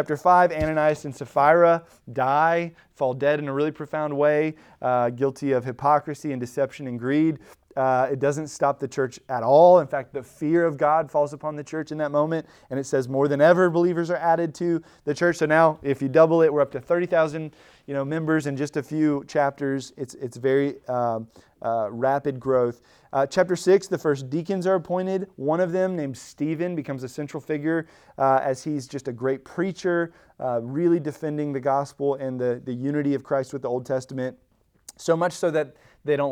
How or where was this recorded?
large echoing room